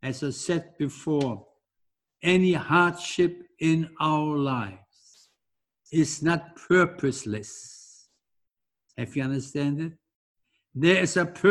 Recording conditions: large echoing room